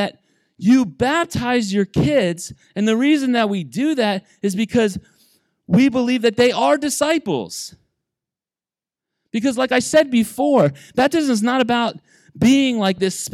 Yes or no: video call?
no